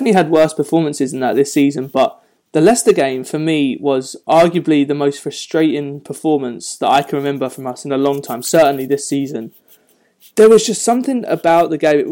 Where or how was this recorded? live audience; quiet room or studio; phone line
quiet room or studio